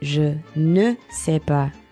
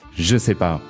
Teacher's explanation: people, when they speak in French, they don't really say the ne very much · Shown in: second take